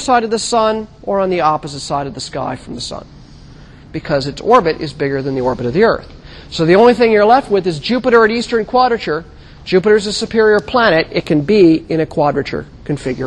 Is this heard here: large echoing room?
yes